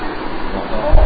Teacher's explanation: tebalnya karena terangkatnya pangkal lidah, bukan karena majunya bibir